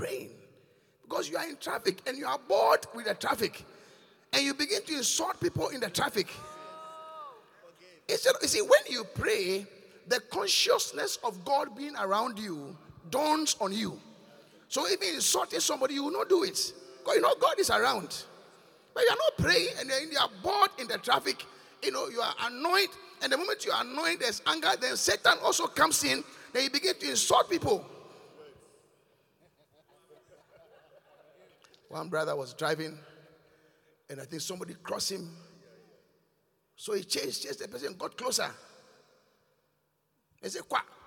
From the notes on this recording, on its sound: Preached at The Qodesh